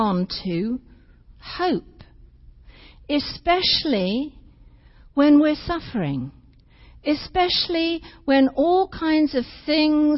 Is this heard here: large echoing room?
yes